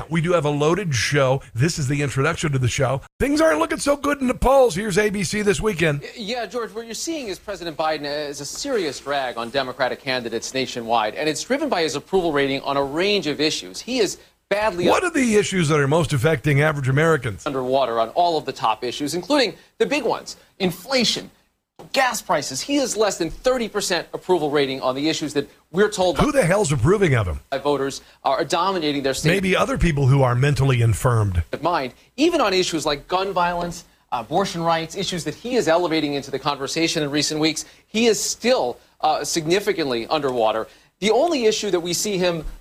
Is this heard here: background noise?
no